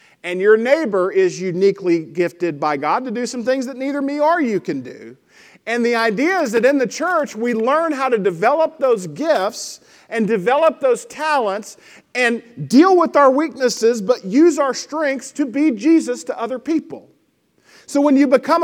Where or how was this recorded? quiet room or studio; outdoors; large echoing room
large echoing room